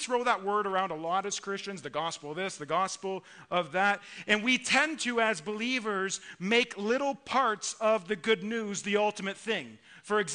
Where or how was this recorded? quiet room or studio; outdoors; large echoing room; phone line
large echoing room